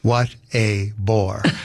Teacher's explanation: It's a stressed syllable followed by an unstressed and a stressed. · Term: cretic